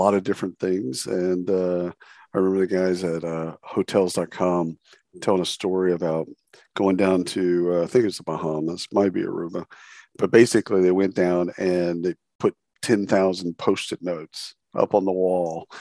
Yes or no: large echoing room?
no